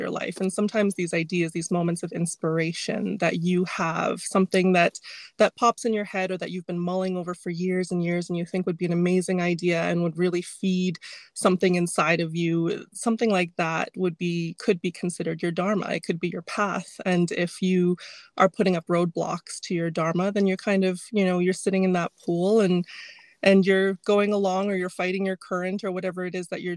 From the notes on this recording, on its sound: We broadcast from our car studios